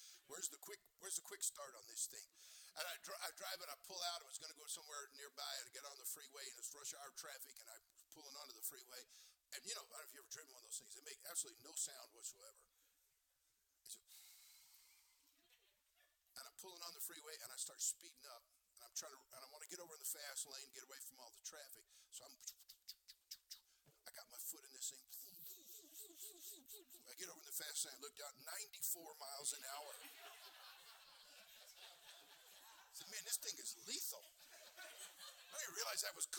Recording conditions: large echoing room